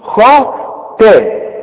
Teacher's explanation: اذا اديتني شفايفك على هيئة قبلة علشان تطلع للخا هتقول لي خا. طب والتا رجع شفايفك على هيئة ابتسامة هتطلع التاء معاك مرققة